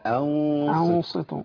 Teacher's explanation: تبقى غنه مفخمه تتراسل مع الصاد عشان بتدي ايحاء ان الحرف اللي جاي حرف مفخم مع ترقيق الهمزه.